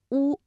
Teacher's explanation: 发音的时候舌位唇形开口度始终不变啊，是乌。双唇圆唇，舌头后缩，舌位较高。 · Term: 单韵母